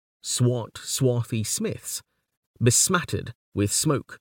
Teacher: Here we have a preponderance of stressed syllables, in this case clearly aiming to mime the blows on the anvil. · Term: strong stress meters